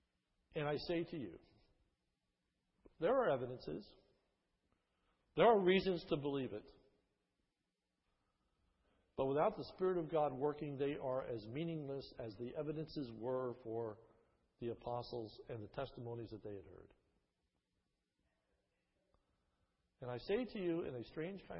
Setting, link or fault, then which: setting, large echoing room